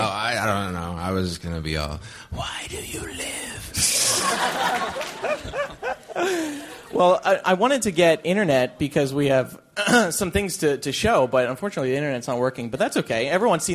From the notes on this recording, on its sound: LIVE From Infinitus 2010 and The Wizarding World. The MuggleCasters are in Orlando to podcast in front of a live audience! The second is live from within the Wizarding World of Harry Potter theme park!